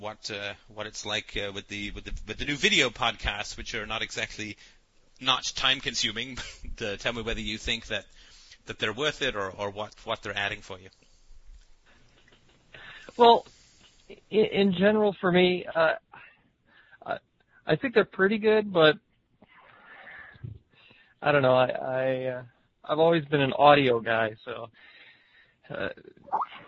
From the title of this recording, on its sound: Call In Show